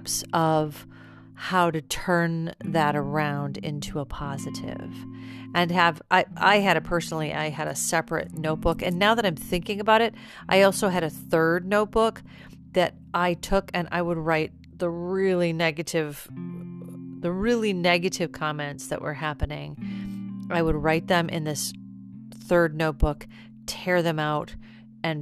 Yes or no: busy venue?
no